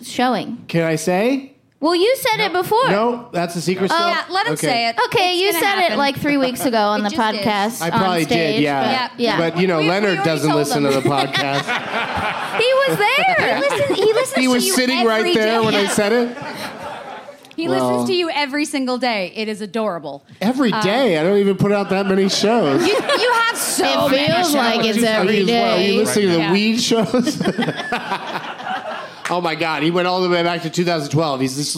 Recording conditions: live audience